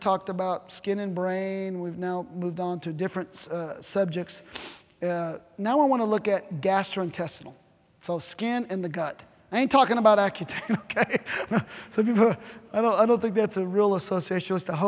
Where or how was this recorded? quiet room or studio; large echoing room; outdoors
large echoing room